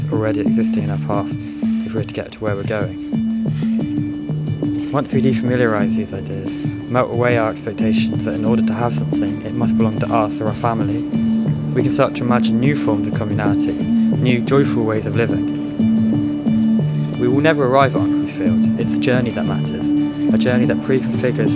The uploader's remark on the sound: Recorded while out walking